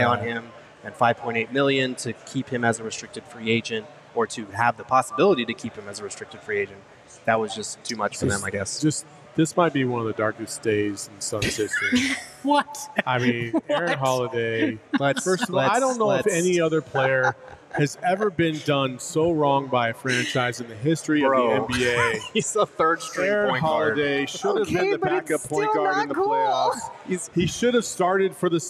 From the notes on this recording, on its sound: all LIVE at FOUR PEAKS in Tempe